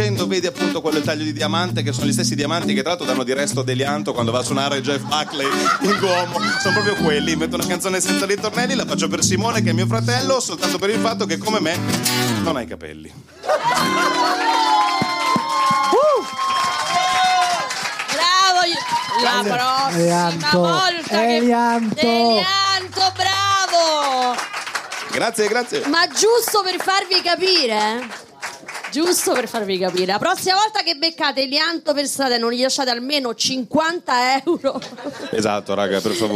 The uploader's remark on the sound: Live dal GhePensiMi di Milano